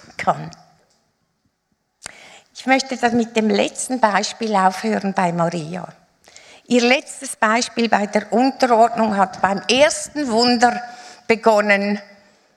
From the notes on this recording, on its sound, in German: Live aus Winterthur der Dienstagsgottesdienst